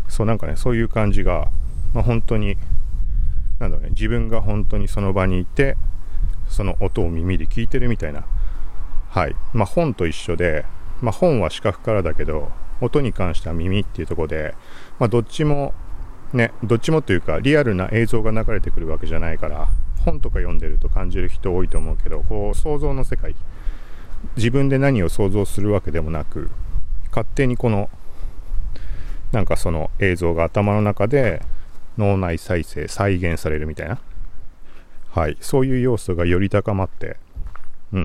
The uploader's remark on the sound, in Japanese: TASCAM DR-07X録音テスト。外。TASCAM DR-07X使って外で喋りながら録音テスト。TASCAM DR-07X ・iPhone 11 Pro ボイスメモ録音 ・入力レベル75(MAX90) リミッター ・エフェクト/低域カットなし ・単一指向性 X-Yモード ・風防あり ・20cmくらいの距離 ・ミニ三脚手持ち。